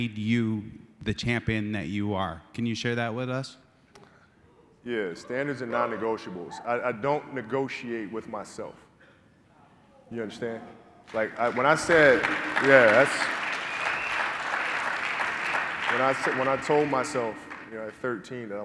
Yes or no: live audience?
yes